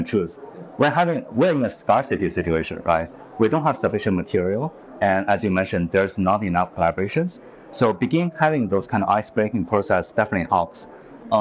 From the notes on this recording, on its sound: Exclusive live coverage of the Singapore Fintech Festival. The episode unfolds with insightful interviews at the Singapore Expo.